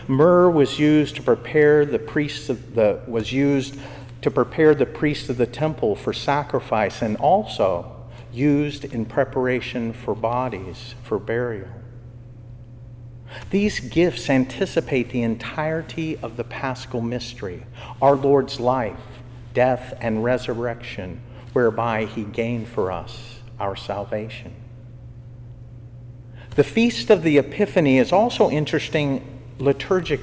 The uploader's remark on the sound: was given during Evening Prayer for the Dayton Secular Order of Discalced Carmelites on Feast of the Epiphany in Jan 2023